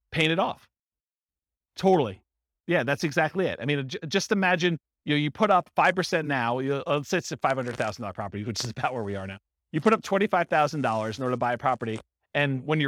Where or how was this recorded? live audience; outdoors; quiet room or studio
live audience